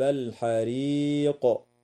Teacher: وتنتهي الآية اتفاقا عند كلمة الحريق، والوقف عليها من قبيل الوقف الكافي مع وجوب القلقلة في القاف وقفا